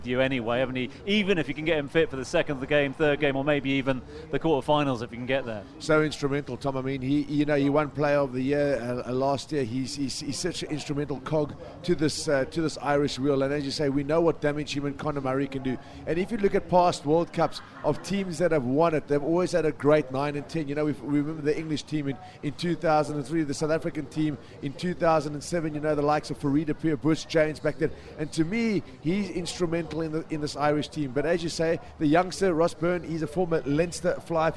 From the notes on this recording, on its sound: From our original home, Barasti